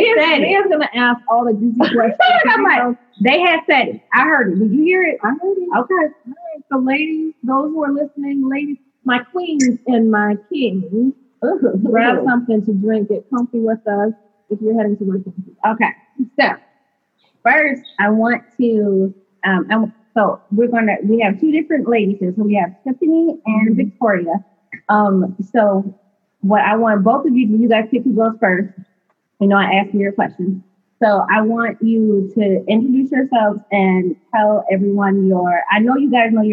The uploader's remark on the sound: If the audio isn't up to par